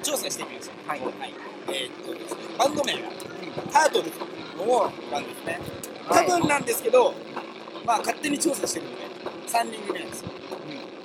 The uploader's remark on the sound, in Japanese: 完全屋外収録